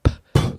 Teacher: You're using both of your lips, so bilabial, and it's a plosive because it makes a p, like an explosion. · Term: bilabial plosive